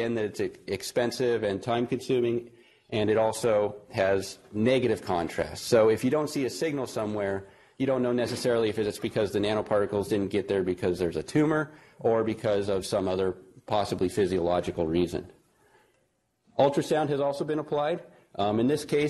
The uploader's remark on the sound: Norris Cotton Cancer Center Grand Rounds presented on October 10, 2017